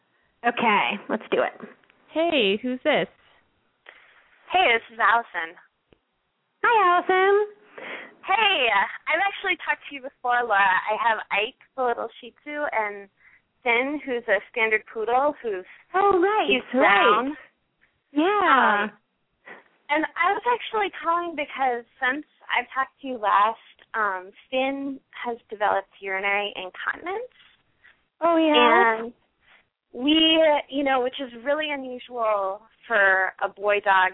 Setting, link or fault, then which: link, phone line